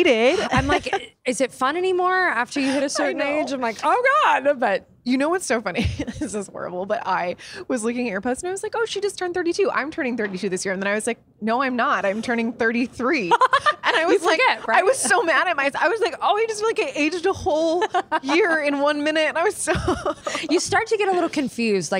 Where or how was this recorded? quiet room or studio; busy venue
busy venue